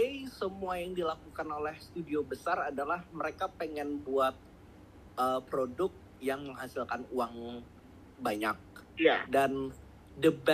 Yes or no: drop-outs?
yes